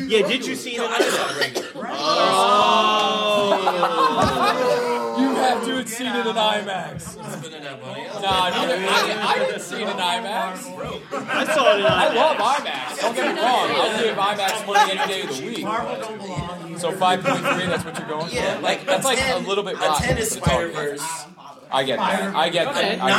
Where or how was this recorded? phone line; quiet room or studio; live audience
live audience